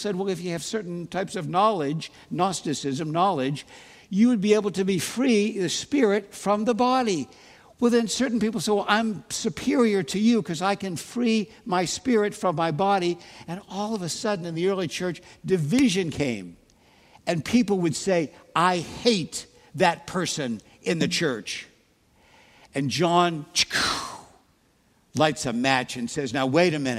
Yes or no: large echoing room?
yes